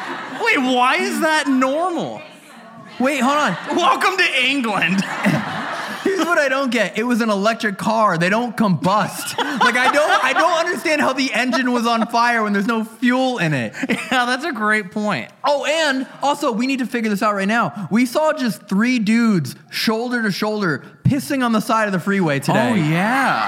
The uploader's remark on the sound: This episode was filmed in front of a live audience at the haunted Charlton House in London on October 22, 2022.